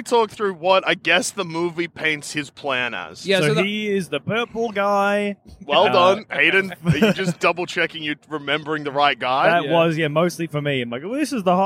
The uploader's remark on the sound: Recorded live from the car on the drive home